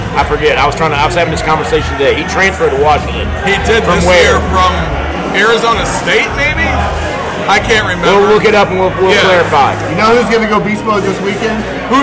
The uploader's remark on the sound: We are just some neighborhood friends who get together weekly at MJ’s Grill in Columbia SC with some brews and a microphone